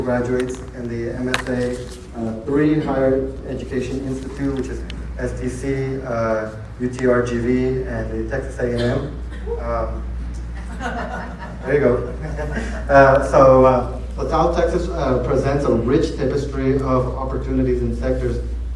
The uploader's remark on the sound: At the State of RGV Real Estate Forum. We have audio recordings of some of the keynote speakers.